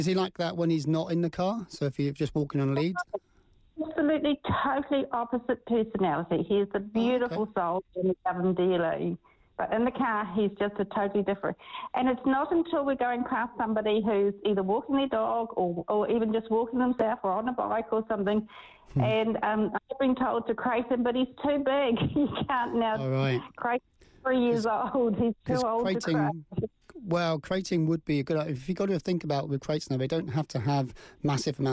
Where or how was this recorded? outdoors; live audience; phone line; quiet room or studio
phone line